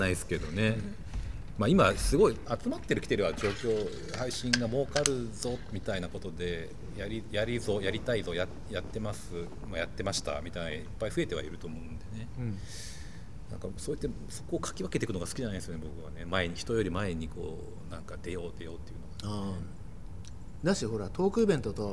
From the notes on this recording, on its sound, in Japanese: 収録場所：東京カルチャーカルチャー（渋谷）